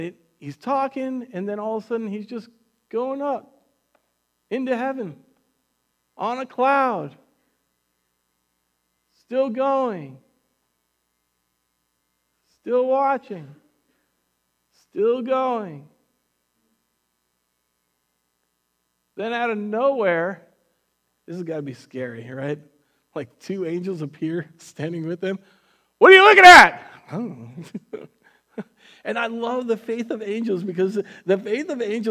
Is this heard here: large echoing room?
yes